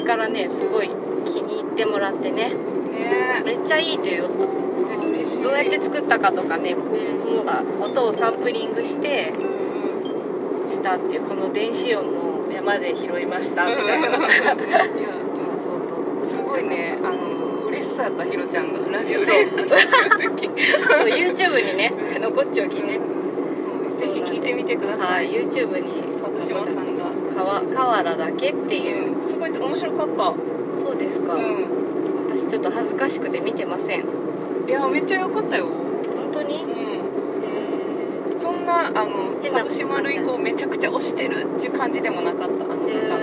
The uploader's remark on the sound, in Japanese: 山より、雑音すごいですのでご注意ください！騒音だな。